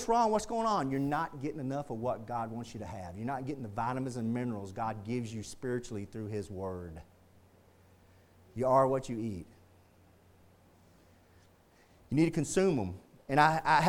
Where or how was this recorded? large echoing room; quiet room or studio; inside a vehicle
large echoing room